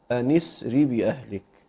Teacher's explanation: فإذا وصلت تلغي الهمزة فيحصل التقاء ساكنين بين سكون النون في أن وبين سكون السين في إسري، فتمنع هذا الالتقاء، تمنع التقاء الساكنين بتحريك الأول بالكسر لأنه حرف صحيح